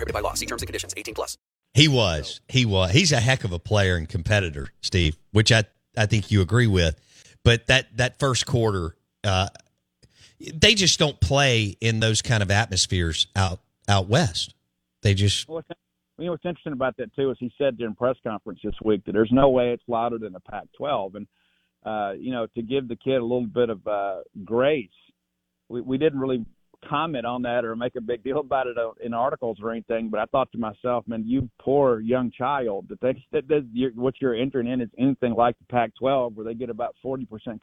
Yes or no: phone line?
yes